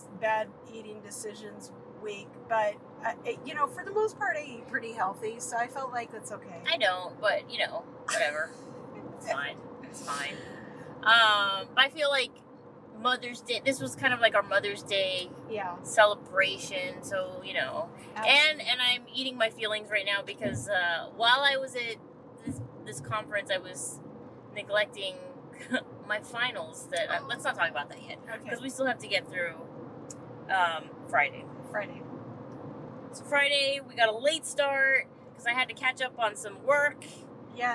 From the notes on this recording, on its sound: Recorded on the drive home. During an on-the-road debrief of the 2023 TYA/USA National Festival & Conference hosted by Childsplay in Tempe, Arizona.